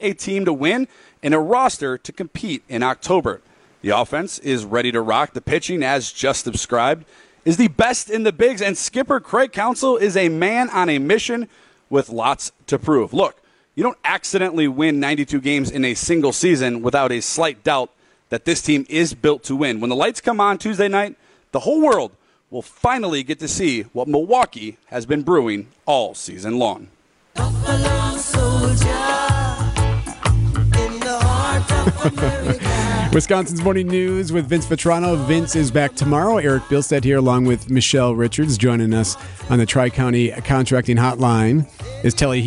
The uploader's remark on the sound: LIVE from American Family Field